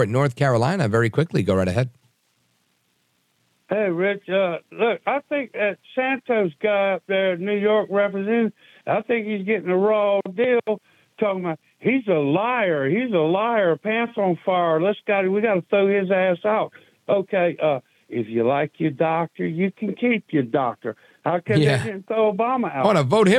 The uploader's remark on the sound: we take your calls in open phones across America